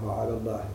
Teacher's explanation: على الله المفخم هو الله، أما على اللام الأولى التي هي نهاية على ليست مفخمة